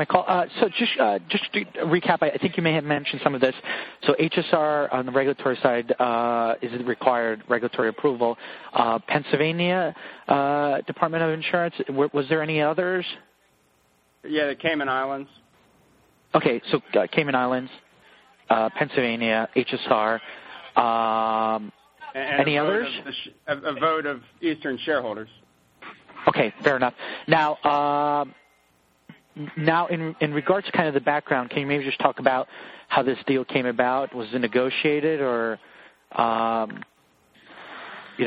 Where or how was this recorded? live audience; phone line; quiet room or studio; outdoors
phone line